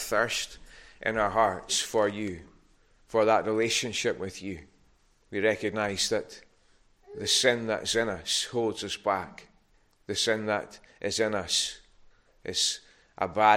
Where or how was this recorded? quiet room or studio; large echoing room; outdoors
large echoing room